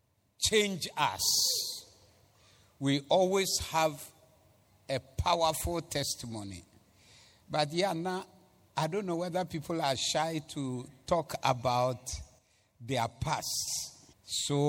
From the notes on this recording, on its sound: Preached at the Zeloo Service 14082022